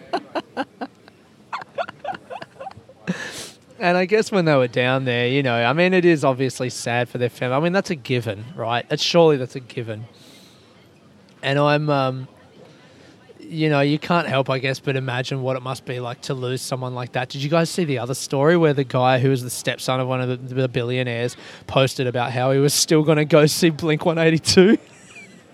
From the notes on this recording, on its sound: I recorded this episode from the Costa Coffee in the departure hall Kuala Lumpur Airport.